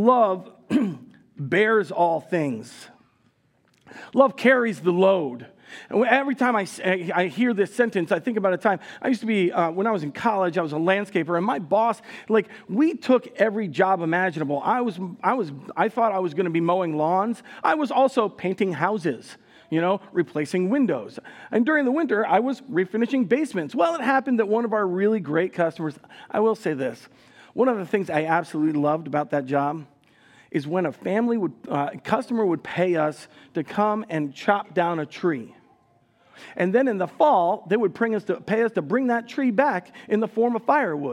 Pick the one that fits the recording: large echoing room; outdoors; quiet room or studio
large echoing room